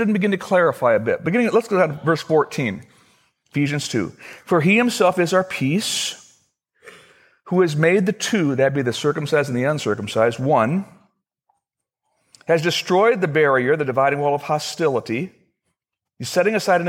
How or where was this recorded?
large echoing room